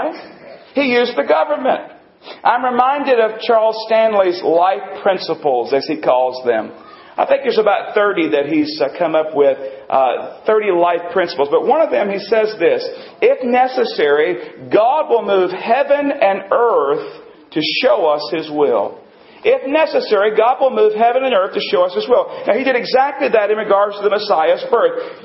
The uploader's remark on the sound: Recording includes part of our Christmas Service